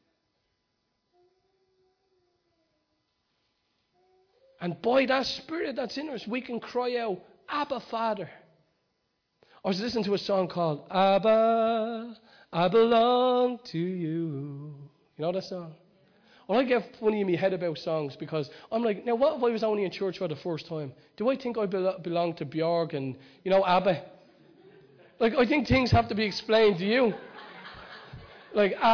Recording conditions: large echoing room